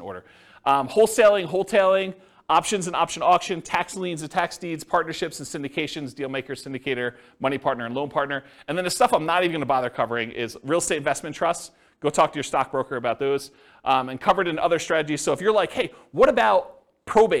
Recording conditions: live audience